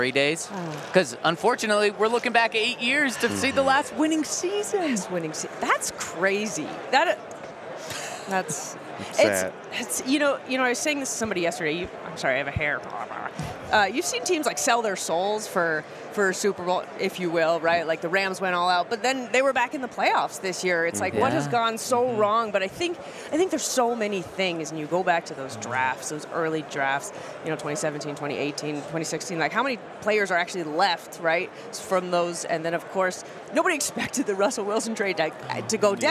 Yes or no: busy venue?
yes